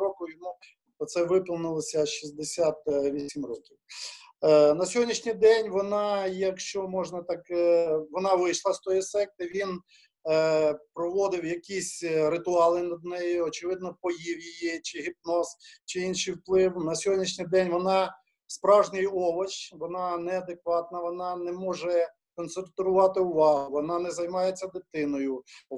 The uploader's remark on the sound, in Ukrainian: Zoom зустріч